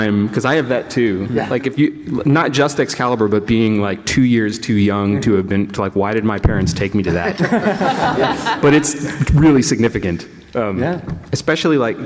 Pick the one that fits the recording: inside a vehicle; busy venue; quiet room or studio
busy venue